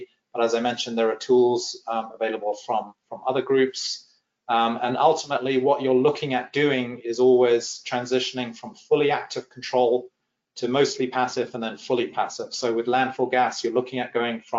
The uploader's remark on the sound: This is an audio version of the FGI webinar.